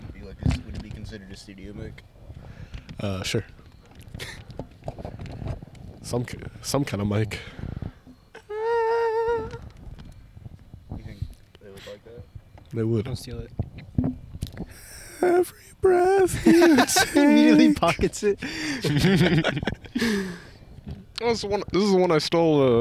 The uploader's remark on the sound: some shit audio cuz we did the pod outside